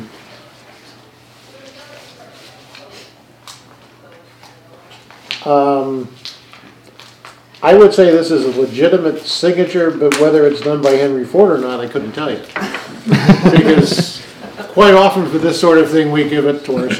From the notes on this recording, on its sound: At The Spellman Museum: Live Expertizing Event.